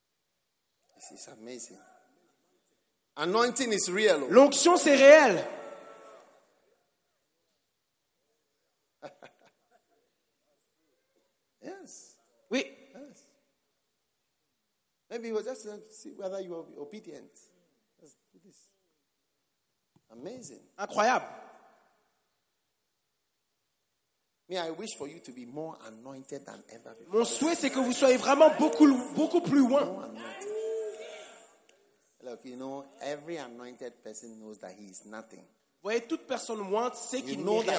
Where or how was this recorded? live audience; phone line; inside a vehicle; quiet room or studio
live audience